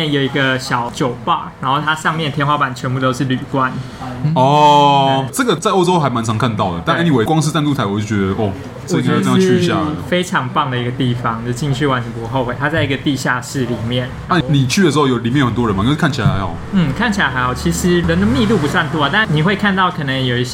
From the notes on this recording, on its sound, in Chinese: 本集白噪音指數：蚊風級 1/5。錄音地點： BUZZ Cafe & Beer。